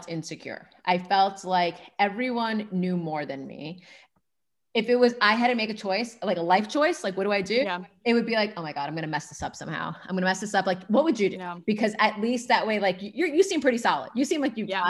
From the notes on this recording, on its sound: Zoom conversation